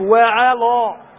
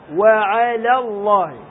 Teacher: وعلى خطأ، وعلى الله، وعلى الله. تقرأ اللام مستفالة ثم الله · Shown in: second take